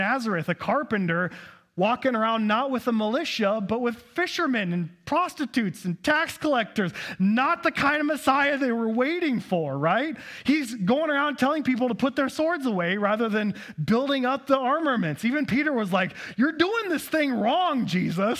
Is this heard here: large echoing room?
yes